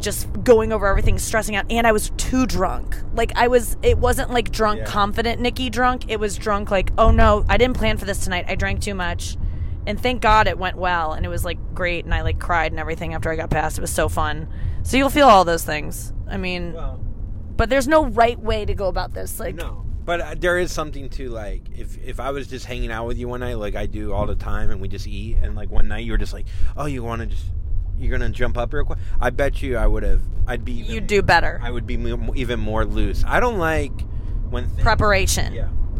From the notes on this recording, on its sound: In the car on the way to their gig at the Stress Factory in NJ. Back in the car.